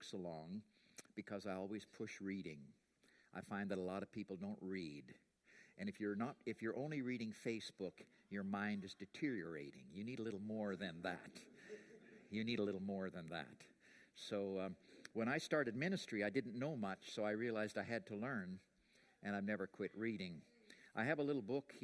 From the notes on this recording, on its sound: preached at The Rock Church on Jan 5, 2020